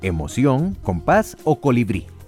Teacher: las palabras agudas, las cuales tienen el acento prosódico, es decir, la mayor intensidad en la última sílaba, pero solo se tildan las que terminan en N, S o vocal.